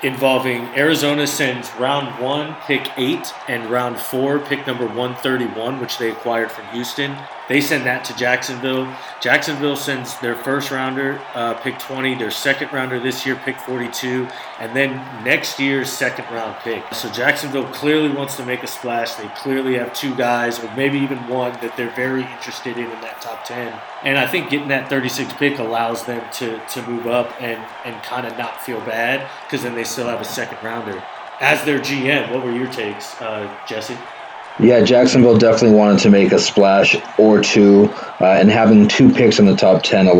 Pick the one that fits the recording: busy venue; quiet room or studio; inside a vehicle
busy venue